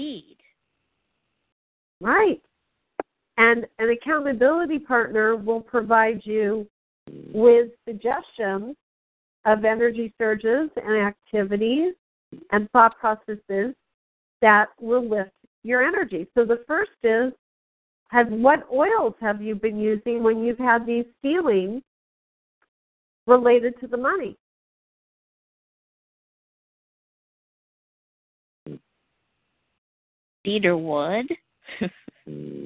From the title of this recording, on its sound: Team SAP Conference Call